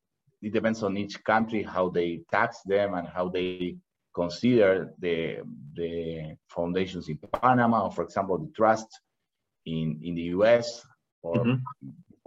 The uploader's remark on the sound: Livestream. For those joining us on Zoom.